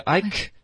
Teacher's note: 嗓子要一致的一直震过去从头到尾要震